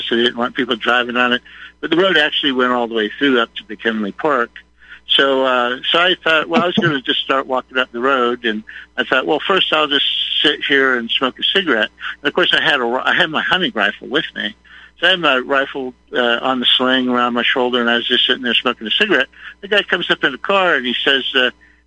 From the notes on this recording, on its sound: called in towards the end of the show to add some perspectives